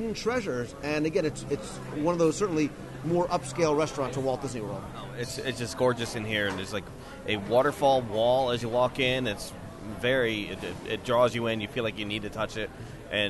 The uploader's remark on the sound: We’ll do a live restaurant review of BlueZoo and let you share in our overall dining experience, as we also chat with our server, the General Manager, Sommelier, and Executive Chef.